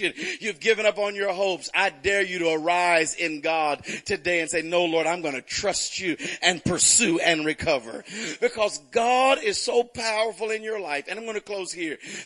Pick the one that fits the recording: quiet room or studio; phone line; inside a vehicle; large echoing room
large echoing room